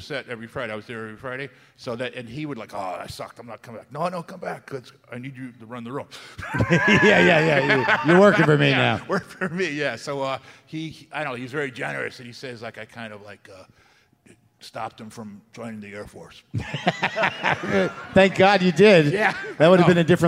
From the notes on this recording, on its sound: Live from Boston. A live WTF at The Wilbur Theatre.